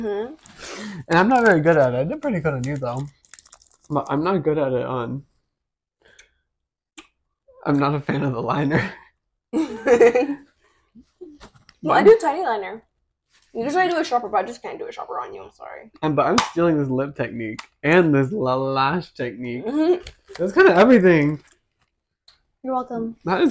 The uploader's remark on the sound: We want to apologize for the quality of the next two episodes! We didn’t realize when purchasing the microphones how disappointing they were.